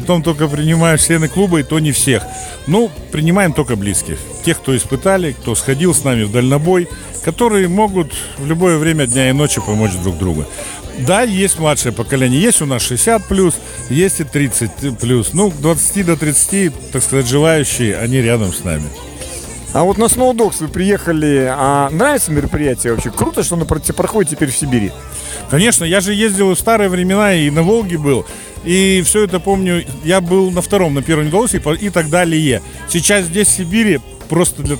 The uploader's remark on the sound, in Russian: Записано в полевых условиях в городе Тобольск в конце января 2023 года.